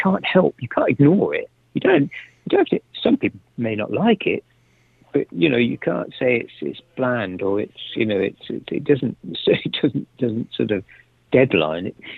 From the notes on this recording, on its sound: After the Society was arrested and put into holding. Used his one phone call to interview.